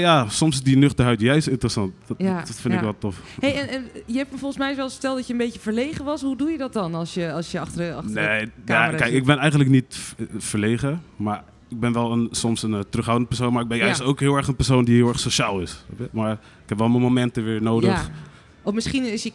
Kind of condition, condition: setting, busy venue